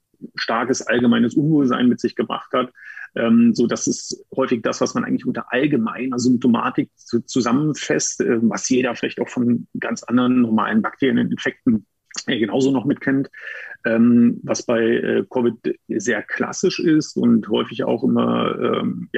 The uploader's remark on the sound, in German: Die Aufzeichnung dann doch per Zoom stattfand.